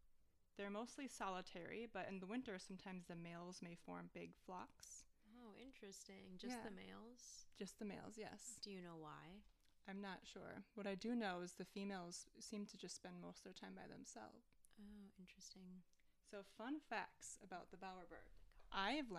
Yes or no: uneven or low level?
yes